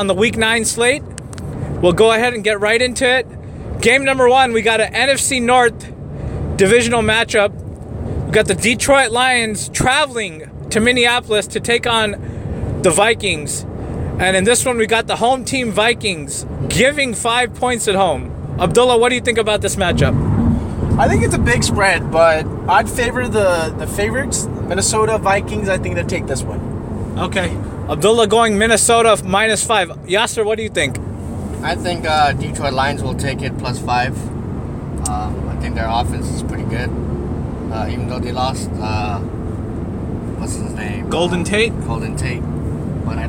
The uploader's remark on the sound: Live in the car in route to the Bay Area.